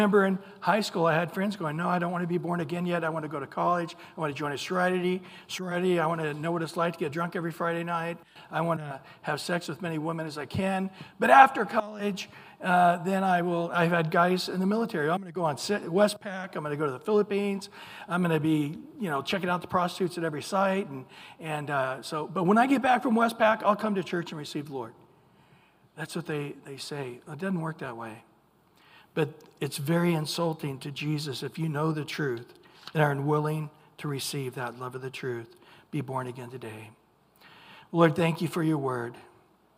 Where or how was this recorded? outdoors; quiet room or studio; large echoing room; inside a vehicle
large echoing room